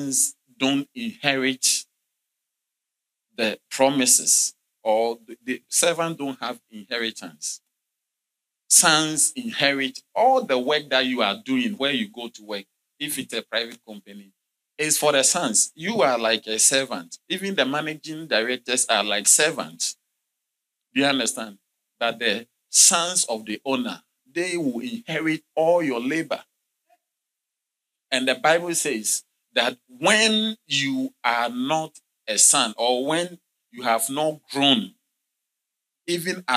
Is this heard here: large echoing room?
yes